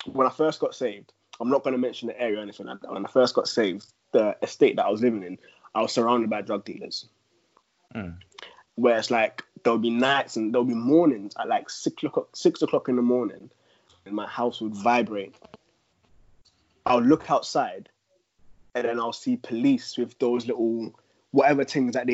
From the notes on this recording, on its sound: We're still recording remotely as we're all observing lockdown